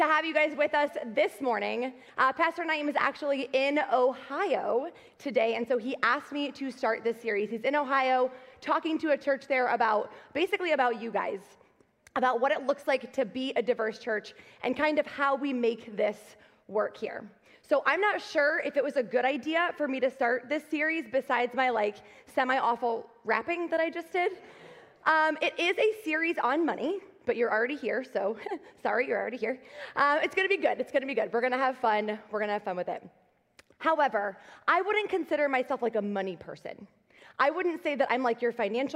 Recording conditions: large echoing room